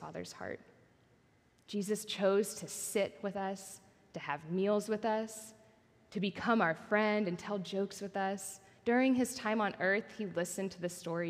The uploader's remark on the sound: Recorded at our Sunday gathering on August 20th, 2023 in Port Orchard WA.